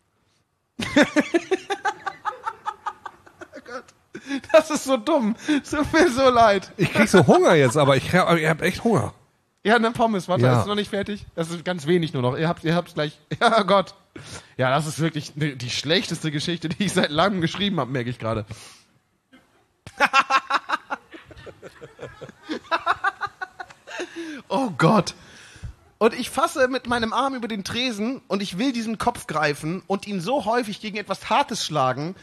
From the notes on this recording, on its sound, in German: Live in Dortmund. Im FZW Dortmund aufgezeichneten Liveshow.